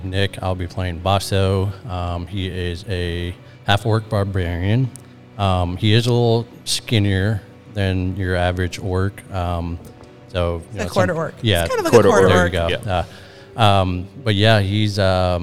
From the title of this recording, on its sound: LIVE! Gen Con 2023